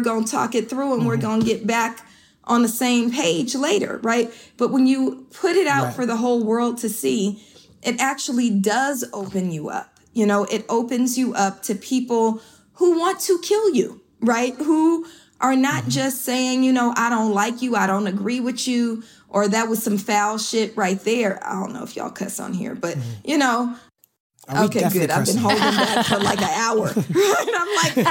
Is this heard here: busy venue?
no